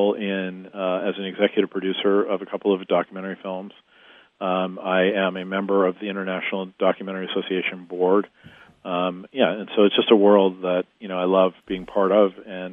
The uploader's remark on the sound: is on the phone with the President and CEO of Prison Fellowship